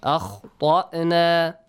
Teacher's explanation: But akhtana, the ta has to be pronounced heavily. It's a heavy sound.